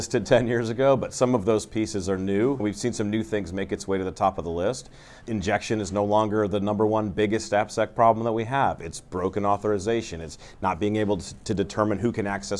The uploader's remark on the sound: on the sidelines of the 2023 RSA Conference